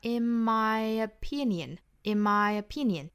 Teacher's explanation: 加的这个耶呢并不是十足的这个耶的发音 · Term: 假的耶